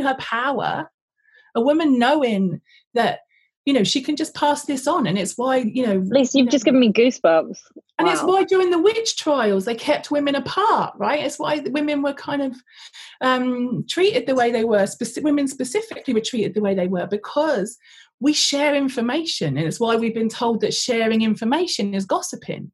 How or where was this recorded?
video call